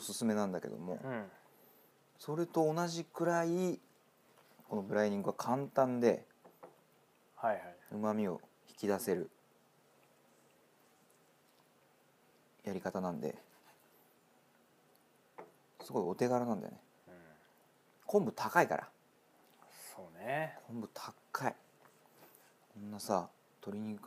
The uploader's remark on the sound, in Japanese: 高性能マイクが咀嚼音を若干拾っております。